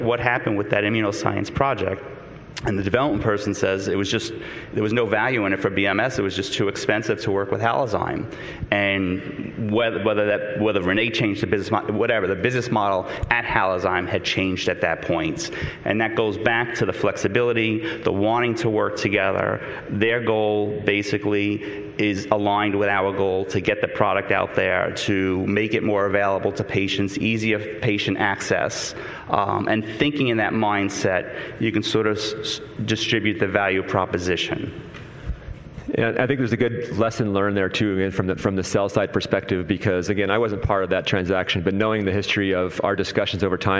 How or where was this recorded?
busy venue